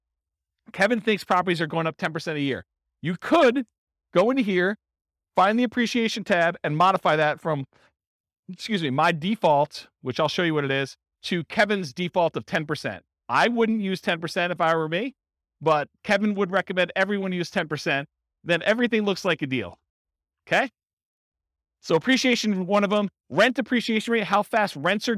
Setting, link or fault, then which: setting, live audience